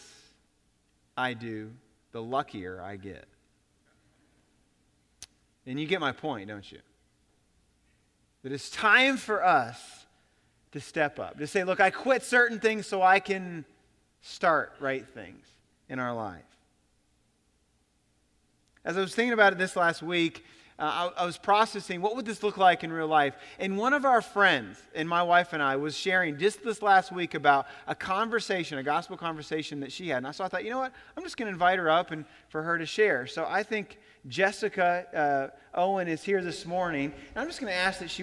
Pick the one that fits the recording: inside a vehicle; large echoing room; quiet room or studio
large echoing room